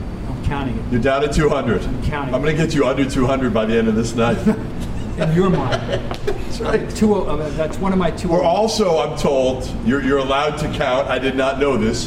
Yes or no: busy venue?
yes